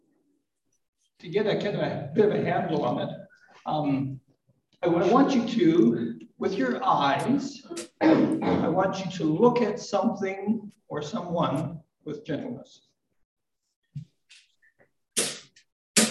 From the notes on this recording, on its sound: A live service - the sound quality is still a work in progress